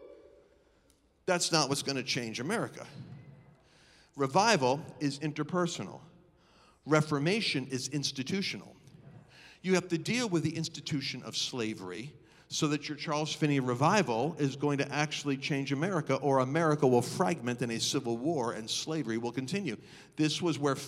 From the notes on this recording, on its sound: Recorded live on 5/23/21.